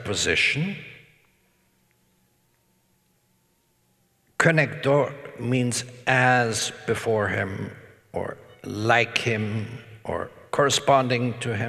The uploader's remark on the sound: talk was part of the Woman: Gift in Culture and Church Conference at Franciscan University of Steubenville